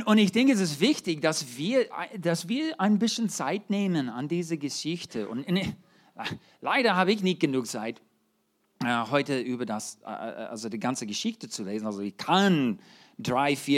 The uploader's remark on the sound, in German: 2023 in der Gemeinde Kaleo Schopfheim aufgenommen.